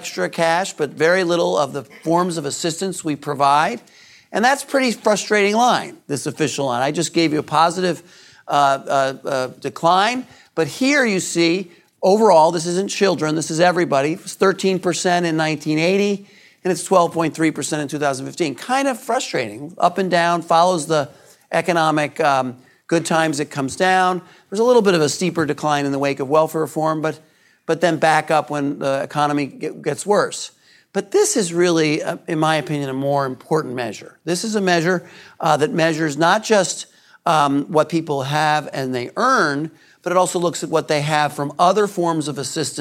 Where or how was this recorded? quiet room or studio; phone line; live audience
live audience